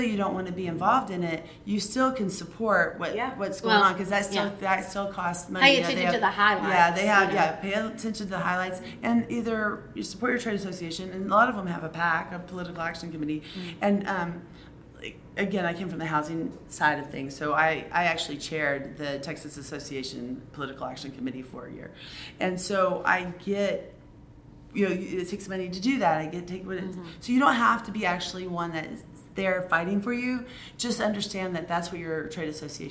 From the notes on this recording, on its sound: In the virtual Lemonade Stand, we are live from Service Nation's International Roundtable in Nashville, TN.